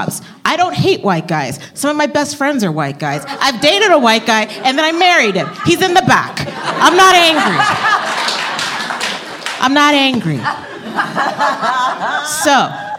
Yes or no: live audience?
yes